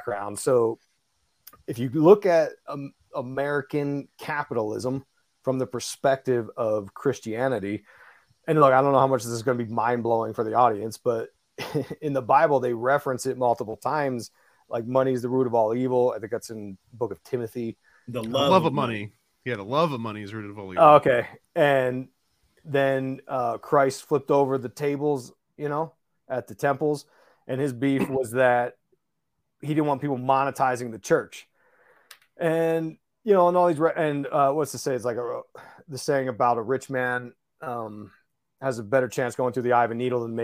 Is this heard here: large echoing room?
no